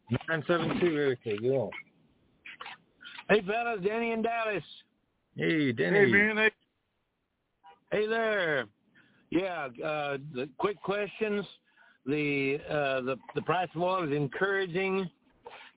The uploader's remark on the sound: TNTSuperfantastic Conference Call.